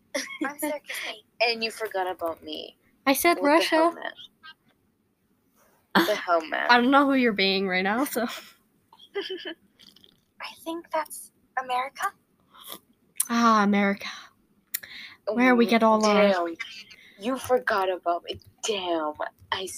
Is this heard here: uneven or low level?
yes